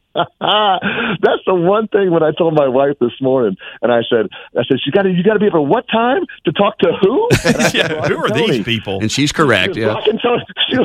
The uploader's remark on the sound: We had some phone issues so the interview ended up being a little short.